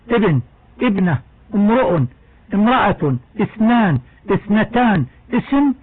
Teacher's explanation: همزة الأسماء ابن ابنة امرؤ امرأة اثنان اثنتان اسم، نقطعها بالكسر